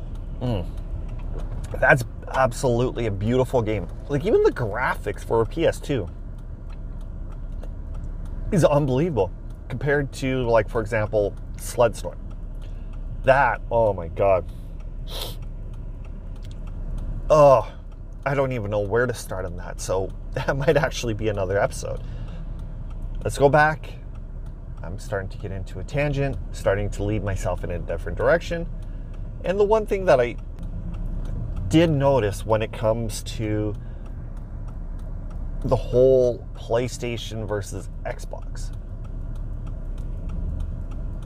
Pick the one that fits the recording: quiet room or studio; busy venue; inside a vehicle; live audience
inside a vehicle